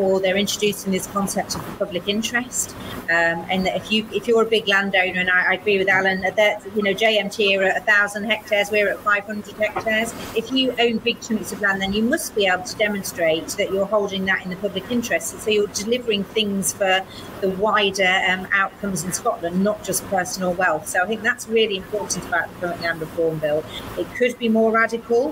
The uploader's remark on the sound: interviews some of the activists protesting outside of Queen Elizabeth House in Edinburgh